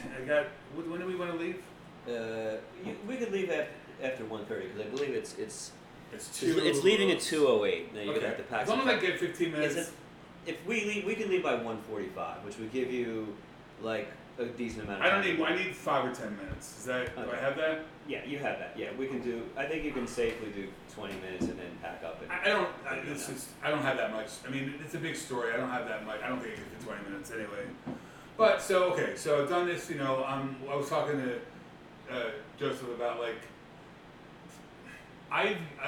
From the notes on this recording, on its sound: This is part of a series called "Conversations with Friends" which are edited very simple with the intention to make the listener feel like they are in the room just listening. It's not meant to have perfect sound or detailed editing, but a more loose style of documentary raw audio recording.